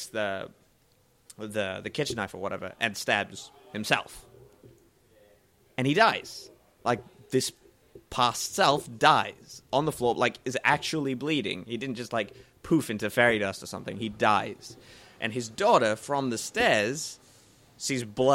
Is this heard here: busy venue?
yes